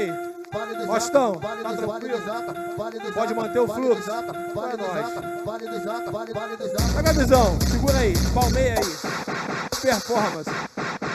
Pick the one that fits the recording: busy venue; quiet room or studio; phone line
busy venue